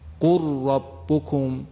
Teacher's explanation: اگر دو حرف متقارب لام و را در کنار هم قرار بگیرن، یعنی مدغم ما حرف لام باشه، مدغم فی حرف را باشه، اینها در هم ادغام میشوند.